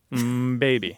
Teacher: You basically have the elongation of the lips staying closed before you do the b sound. So because there's a you're you're voicing the m ba ba so you're just just dragging out that.